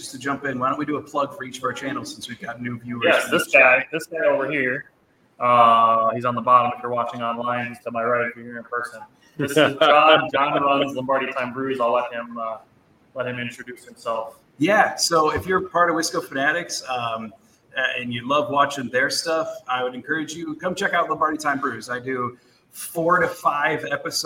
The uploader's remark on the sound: Live Training Camp report for Green Bay Packers! We are live from Stadium View Bar in Green Bay, just a stones throw away from Lambeau Field.